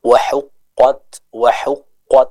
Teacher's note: huruf ha yang dia keluar dari tenggorokan bagian tengah